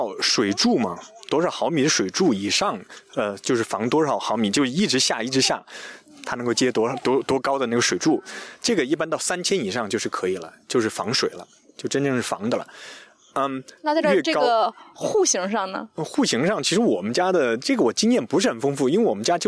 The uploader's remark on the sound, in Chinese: 刚好德国又开始解封了，四位主播聚在一起尝试第一次在户外录音，我们的娃们不是在睡觉就是在玩沙。